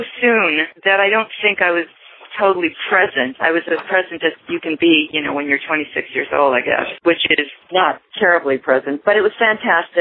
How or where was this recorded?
phone line